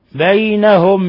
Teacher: بينهم نون ساكنة جاء بعدها حرف الهاء، الحكم التجويدي إظهار حلقي